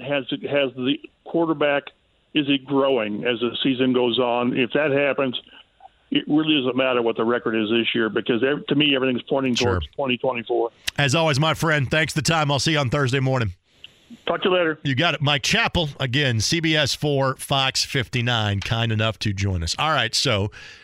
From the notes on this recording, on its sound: Taking a phone call. Taking some phone calls from fans.